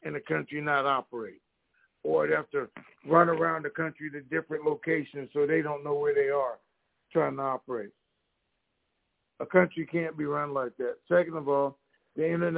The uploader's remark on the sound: TNTSuperfantastic Conference Call